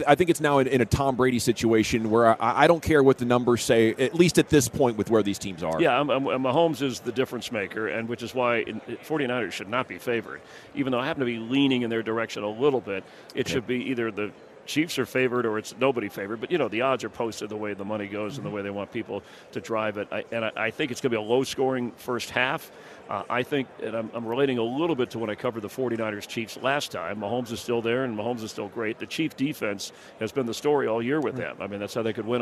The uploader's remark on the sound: live from Radio Row